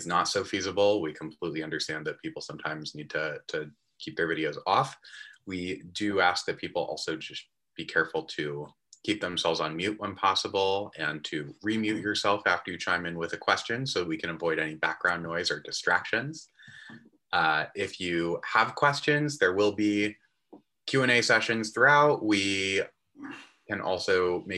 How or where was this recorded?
video call